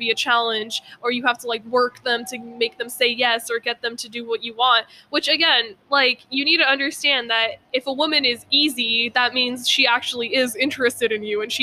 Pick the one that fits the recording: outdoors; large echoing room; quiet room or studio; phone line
outdoors